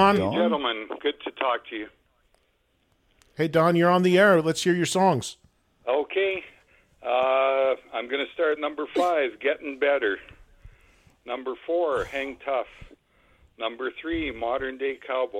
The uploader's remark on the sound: It’s his recent Trunk Nation episode where he let fans call. On Trunk Nation on SiriusXM Faction Talk Channel 103.